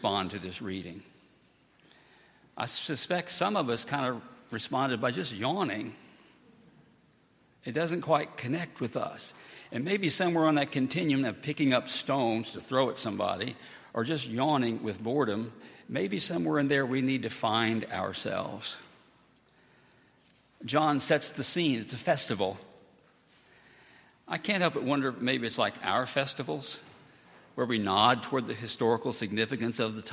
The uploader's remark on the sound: at Highland Baptist Church